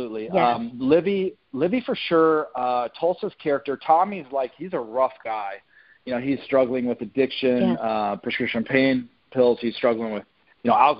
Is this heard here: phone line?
yes